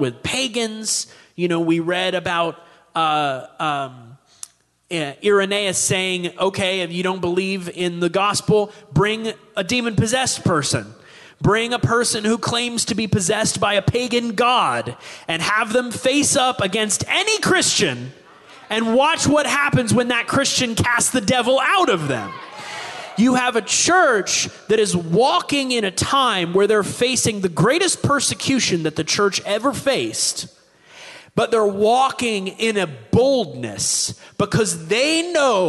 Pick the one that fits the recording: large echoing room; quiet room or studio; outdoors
large echoing room